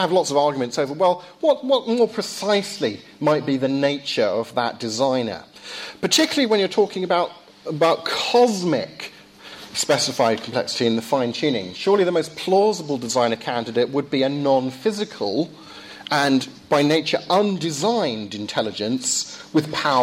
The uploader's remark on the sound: Lecture delivered at Downe House School